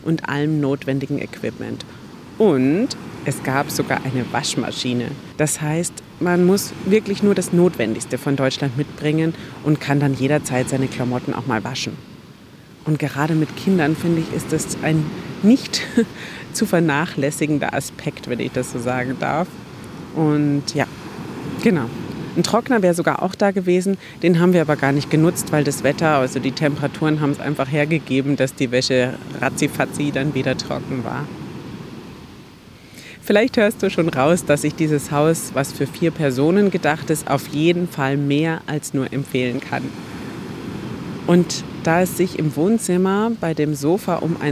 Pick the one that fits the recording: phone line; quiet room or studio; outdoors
outdoors